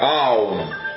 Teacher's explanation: Или поток гласных звуков, переходящих один в другой. Это не буква «М», а прекращение звучания гласных, когда человек смыкает губы после произнесения звука «У».